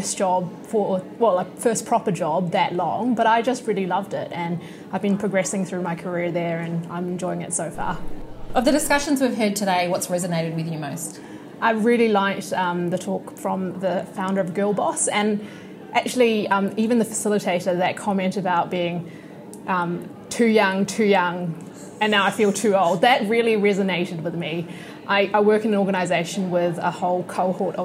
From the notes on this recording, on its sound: Live from Trans-Tasman Business Circle Women Leaders Summit.